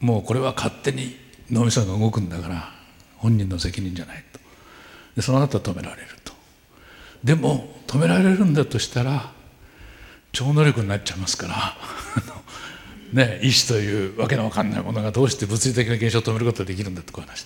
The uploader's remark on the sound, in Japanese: FM FESTIVAL 2012 未来授業。大学生と真剣に向き合い、直接議論を交わしながら行う１回限りの公開授業。TOKYO FM ホールで行なわれた。